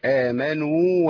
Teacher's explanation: والواو المادية لا تضغم في الواو المتحركة فلازم أبين إيه زمن المد